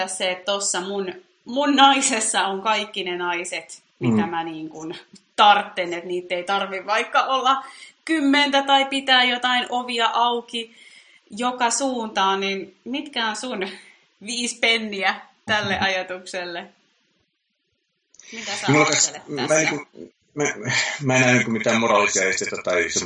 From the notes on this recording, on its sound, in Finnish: Nauhoitin podcastin ensikertaa Skypen välityksellä, ja ääni ei ole ihan niin selkeä kuin toivoin.